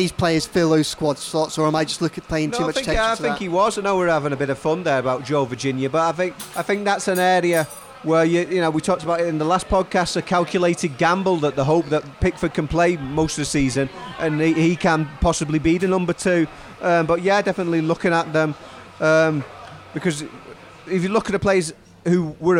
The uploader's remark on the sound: at Lovelock's Coffee Shop